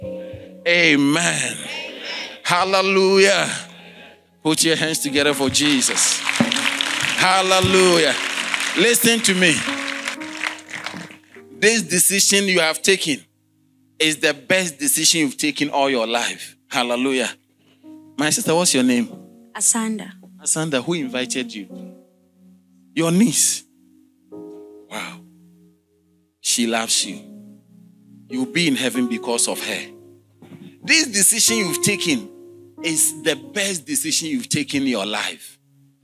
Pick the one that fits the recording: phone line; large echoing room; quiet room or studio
large echoing room